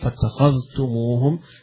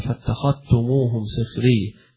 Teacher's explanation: وهذه فيها قراءتان، فاتخذتموهم بعدم الإدغام يقرأها ابن كثير وقرأها حفص عن عاصم، فاتخذتموهم ويقرأها رويس أيضا عن يعقوب، وباقي القراء يدغمون هنا فاتخذتموهم سخري، يدغمون الذال في التاء ويقرؤونها تاء · Shown in: second take